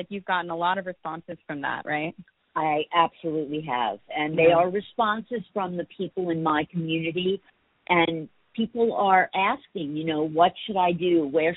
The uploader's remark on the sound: Makes phone calls to five business owners from all over the city.